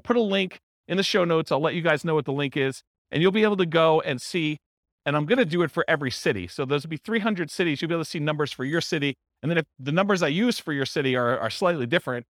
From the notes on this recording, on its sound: This was a live class recorded